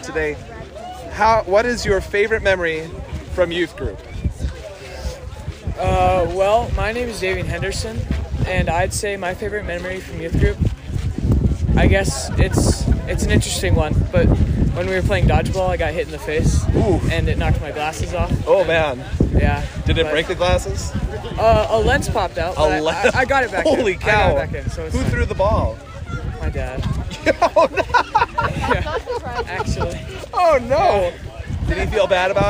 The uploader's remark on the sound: Continuing live interviews at FLY 2023